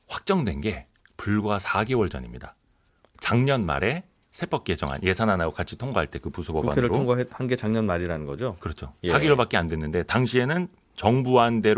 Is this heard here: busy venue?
no